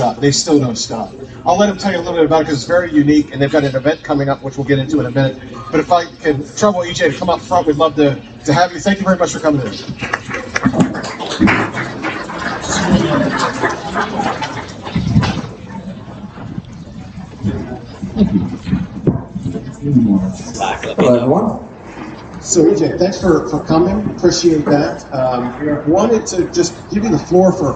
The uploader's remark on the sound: Draft 412 LIVE at Caliente Pizza & Draft House. Draft 412's second LIVE podcast.